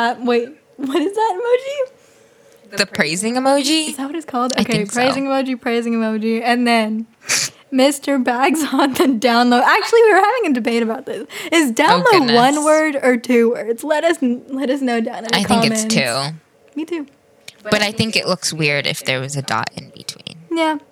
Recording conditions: echo